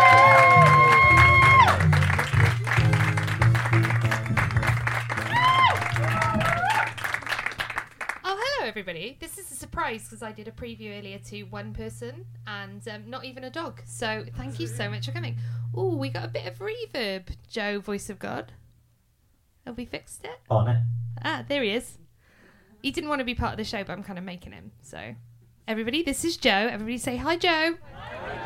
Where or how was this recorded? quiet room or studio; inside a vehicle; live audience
live audience